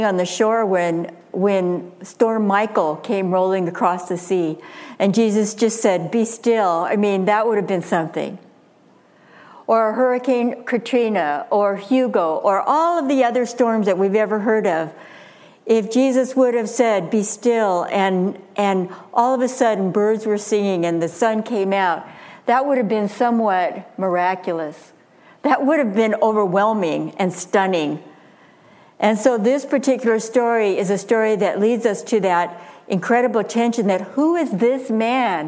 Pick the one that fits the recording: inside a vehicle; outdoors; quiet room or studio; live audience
live audience